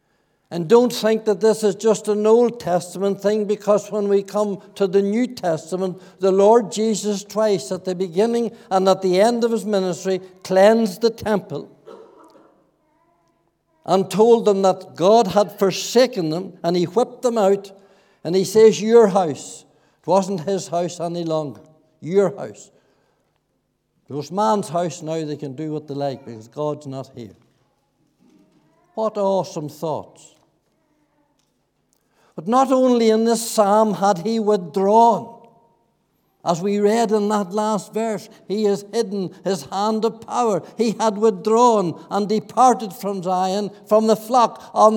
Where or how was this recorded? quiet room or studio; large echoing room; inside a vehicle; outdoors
large echoing room